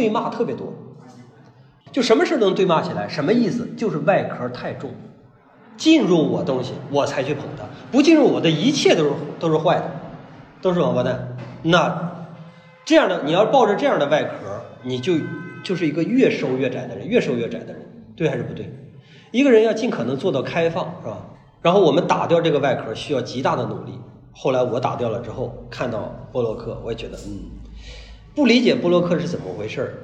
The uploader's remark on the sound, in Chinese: 讲座录音。